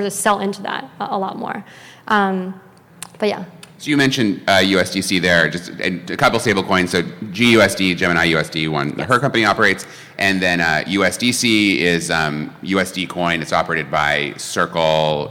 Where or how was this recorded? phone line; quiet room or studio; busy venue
busy venue